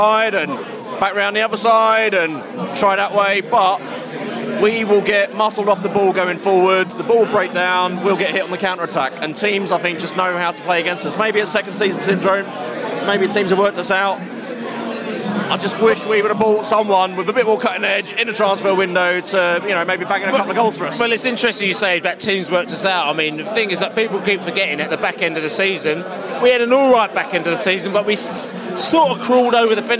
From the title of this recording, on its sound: post-match podcast from the pub